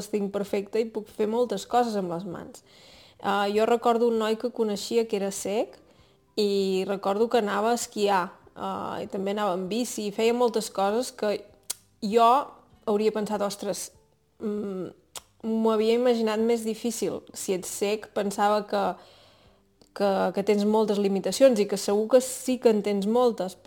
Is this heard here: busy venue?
no